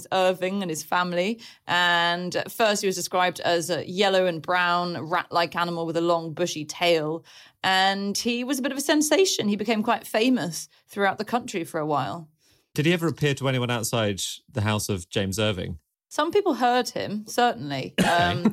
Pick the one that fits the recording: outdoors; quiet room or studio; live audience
quiet room or studio